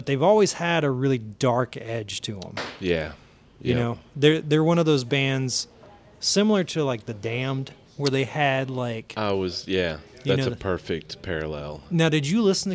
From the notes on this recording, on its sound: This episode was recorded at Blue Holler Brewing Supply in Bowling Green, KY.